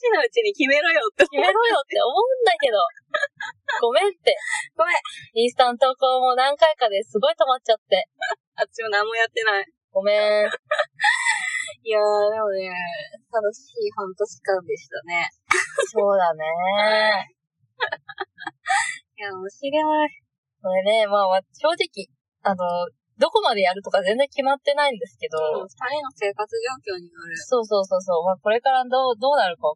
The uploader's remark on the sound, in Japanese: 初の対面収録！なぜか音がキンキンしていたり声が聞こえにくかったりと音質が最悪でございます！